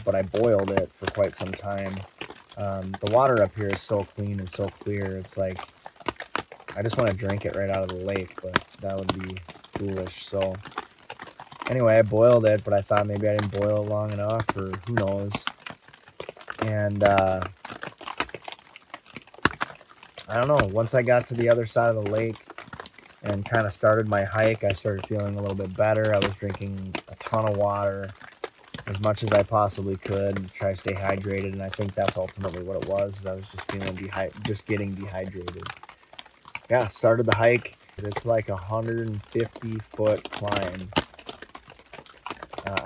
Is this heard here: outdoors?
yes